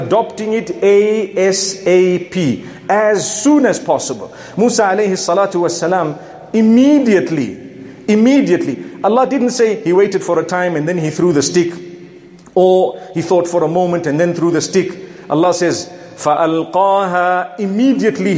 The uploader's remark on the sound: Jumu&#8217;ah Lecture from Masjid Al Falaah in Harare Zimbabwe